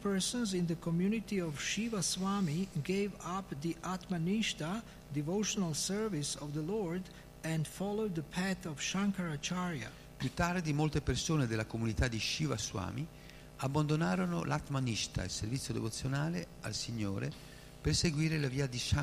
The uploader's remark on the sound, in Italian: in diretta dal Tempio di Villa Vrindavana